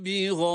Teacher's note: Gâi derken burada aynı kelimede yer alması itibariyle hem met harfinin hem sebebi meddin, hemzenin aynı kelimede yer alması itibariyle meddi muttasıldır. Dört elif miktarı kadar uzatma hakkımız var.